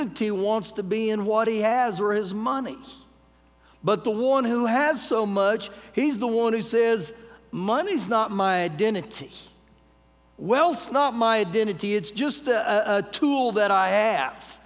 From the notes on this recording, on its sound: Recorded live during our Wednesday night service